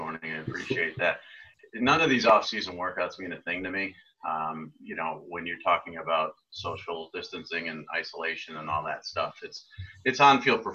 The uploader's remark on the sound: Zoom Audio